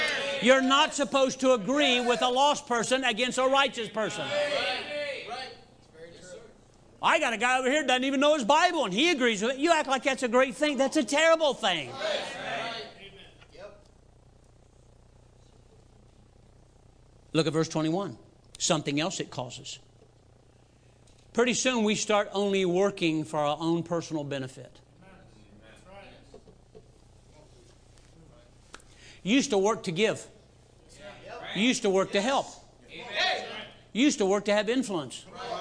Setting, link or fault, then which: setting, large echoing room